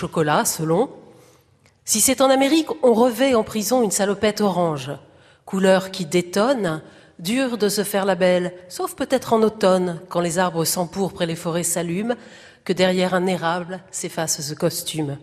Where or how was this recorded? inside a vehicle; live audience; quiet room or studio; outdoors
live audience